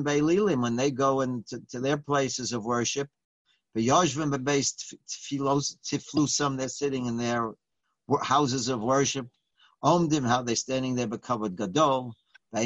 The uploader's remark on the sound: Live On Zoom: 6-24-2020